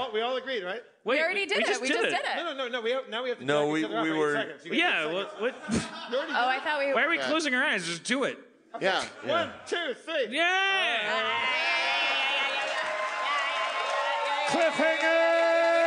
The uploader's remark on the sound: LIVE from Bridgetown 2015!